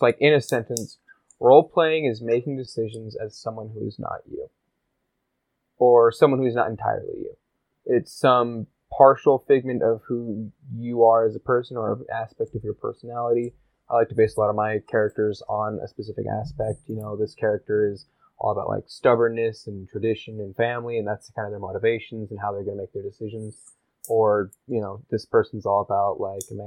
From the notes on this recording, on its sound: This was part of an initial recording session, there are sadly some audio issues we corrected for later episodes.